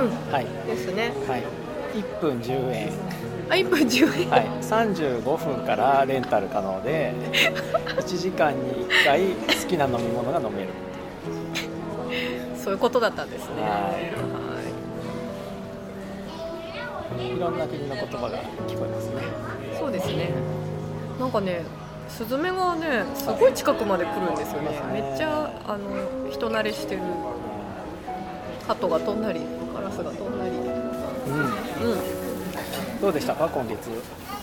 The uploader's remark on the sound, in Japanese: 収録日: 2017年6月28日 (雨) 収録場所: 上野公園